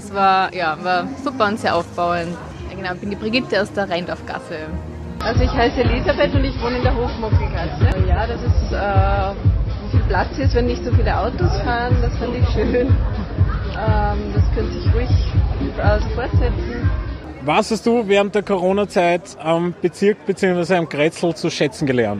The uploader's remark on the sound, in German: hören Sie eine Audio-Collage von Interviews, die wir beim Reindorfgassenfest im September 2020 geführt haben